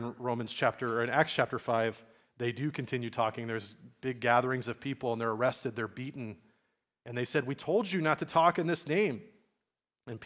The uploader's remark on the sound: Message recorded at Liferoads Church in Spokane, Washington, on Sunday, October 15, 2023.